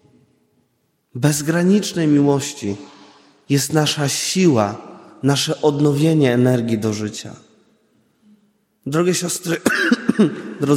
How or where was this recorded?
large echoing room